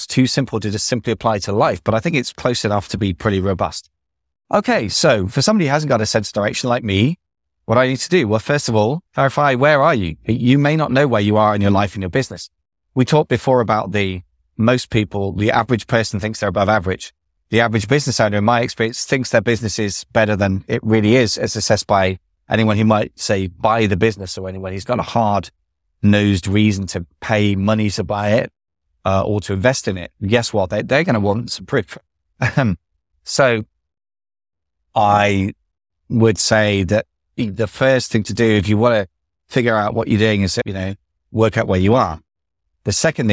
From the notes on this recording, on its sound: Today I'm in the car driving